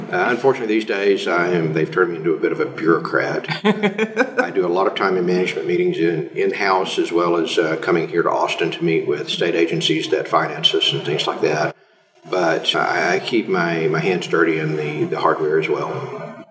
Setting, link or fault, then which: fault, echo